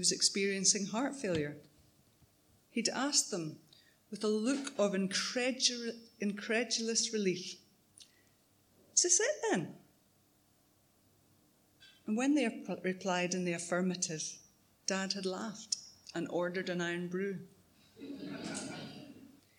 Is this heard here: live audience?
yes